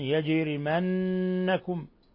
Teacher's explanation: جيم ساكنة قلقل ثم نون مشددة غن